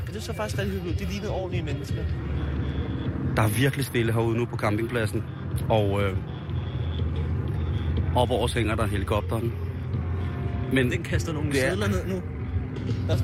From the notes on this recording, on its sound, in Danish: Live fra Roskilde.